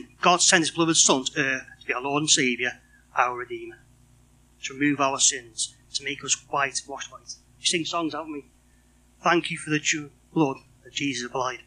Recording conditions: poor sound quality